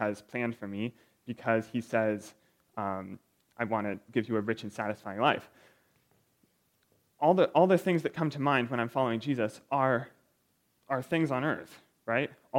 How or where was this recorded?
large echoing room